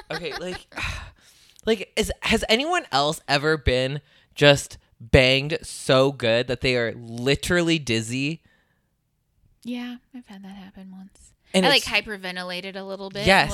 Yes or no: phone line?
no